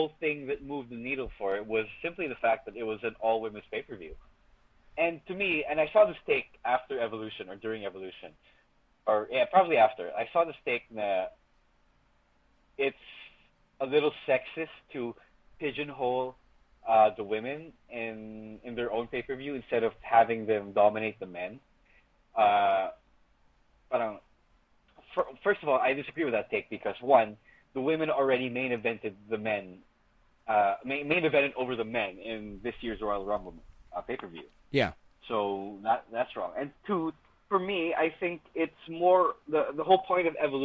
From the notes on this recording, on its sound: It's another phone call episode of the Podcast